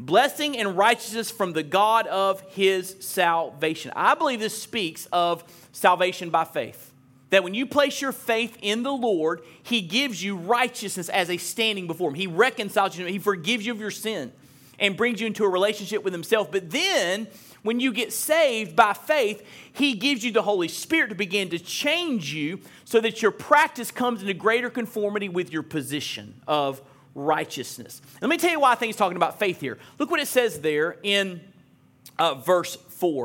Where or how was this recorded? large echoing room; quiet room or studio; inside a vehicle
large echoing room